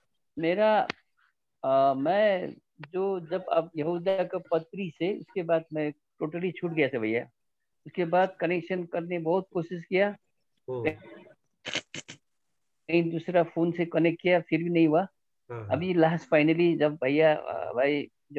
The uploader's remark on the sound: Zoom Meeting